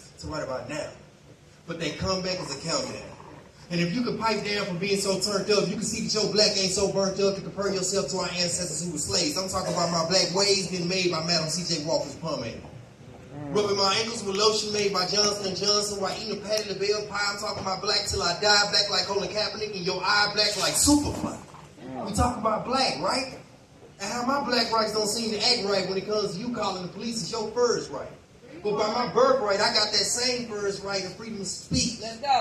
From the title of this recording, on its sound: Live from The Dallas Poetry Slam